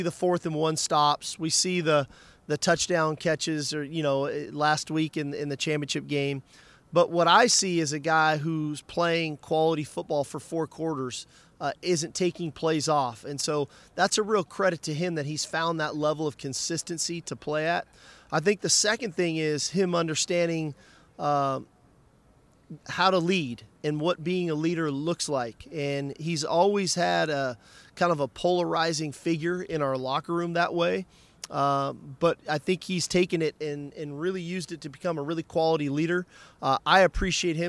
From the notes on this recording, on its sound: speaks at Sugar Bowl Media Day